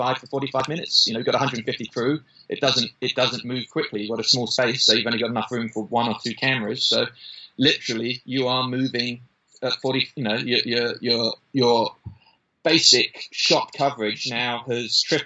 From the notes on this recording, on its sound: In a live link between London, UK and Los Angeles, California we talked via a tough Skype wi fi link